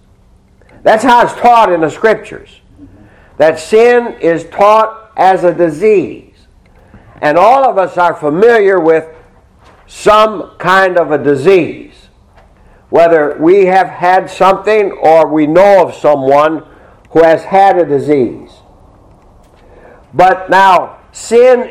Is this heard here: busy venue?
no